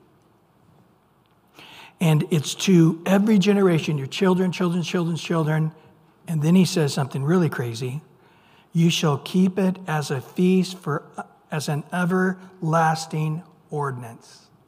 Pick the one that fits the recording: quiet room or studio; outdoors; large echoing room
large echoing room